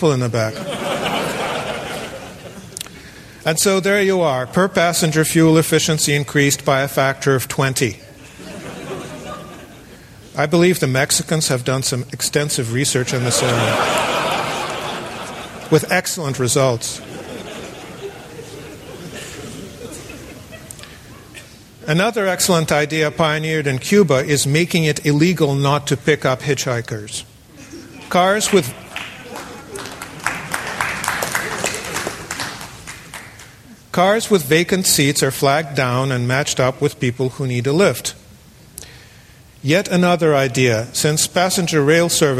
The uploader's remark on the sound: The following talk was given on February 13, 2009, at Cowell Theatre in Fort Mason Center, San Francisco, to an audience of 550 people.